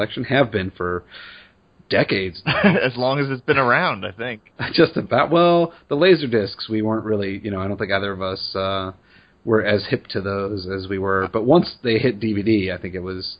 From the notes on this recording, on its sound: This episode was recorded at a lower audio quality.